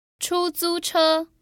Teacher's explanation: That's three first tones and literally means rent car.